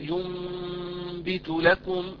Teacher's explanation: النون أو التنوين منقلب إلى ميم عند الباء وهو حكم الإقلاب